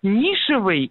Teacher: с ударением на первом слоге и с окончанием «ый», это, ну, как бы ошибка.